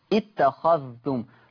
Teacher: قرأ ورش بإدغام بعض الحروف منها الذال الساكنة في التاء المتحركة